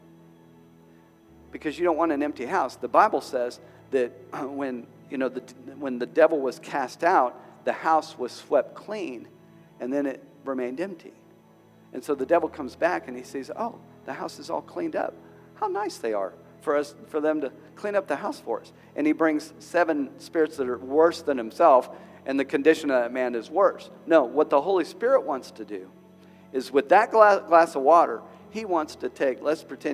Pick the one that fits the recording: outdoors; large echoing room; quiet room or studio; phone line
large echoing room